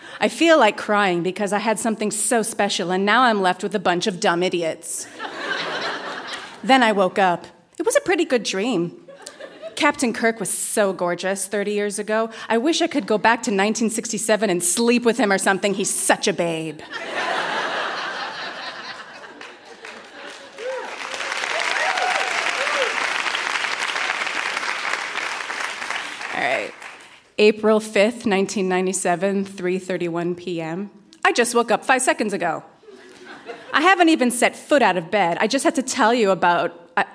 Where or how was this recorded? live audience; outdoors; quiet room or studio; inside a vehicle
live audience